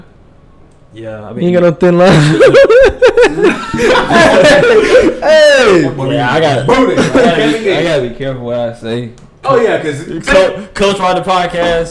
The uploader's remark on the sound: This was an experimental and learning phase for us so the audio quality is nowhere the best it could be.